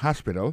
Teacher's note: alors accent tombe sur premier syllabe là gain trois syllabes